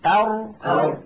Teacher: الراء تلاحظون بأنها أعمق قليلا، أدخل إلى غار الحنك.